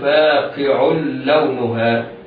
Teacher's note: العين في كلمة فاقع منونة تنوين بالضم حكمه الإضغام بغير غنة لوقوع اللام بعدها